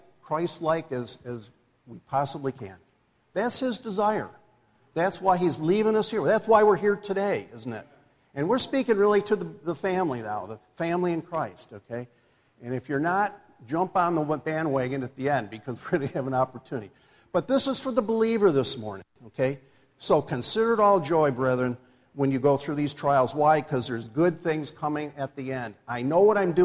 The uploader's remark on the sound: This message was recorded live at the Alabama Full Gospel Fellowship church in Medina, New York.